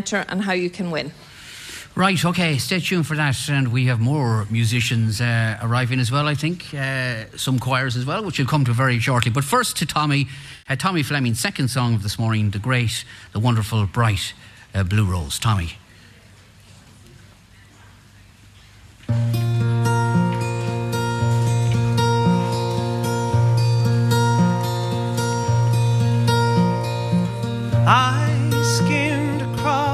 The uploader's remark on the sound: A special edition of North West Today, live from Ireland West Airport Knock, to welcome visitors home for Christmas. As the flights from London-Stansted and Liverpool arrive.